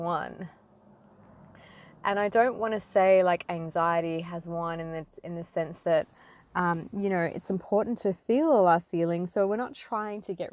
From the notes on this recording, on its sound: recorded in my car, hardly perfect